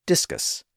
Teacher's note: discus puts the stress on the first syllable